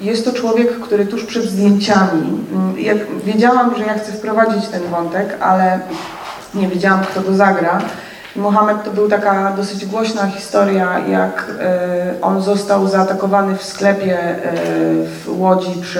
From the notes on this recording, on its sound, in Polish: nagrany został w katowickim kinie Światowid 21 marca podczas przedpremierowego seansu